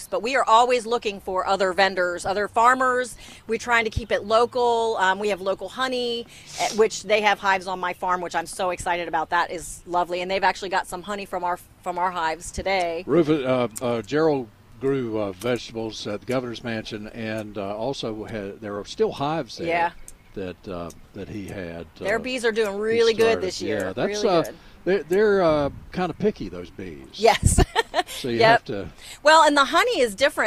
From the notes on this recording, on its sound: broadcasting live from The Downtown Rolesville Farmers Market